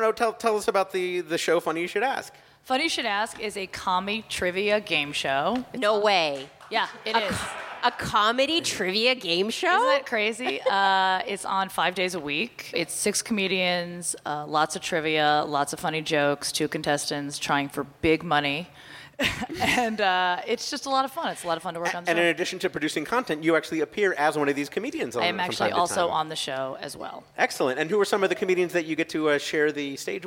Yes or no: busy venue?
yes